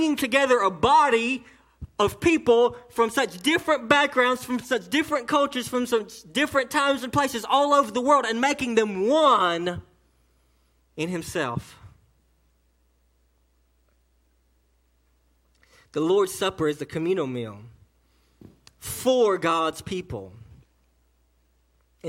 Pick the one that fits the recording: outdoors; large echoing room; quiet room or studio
large echoing room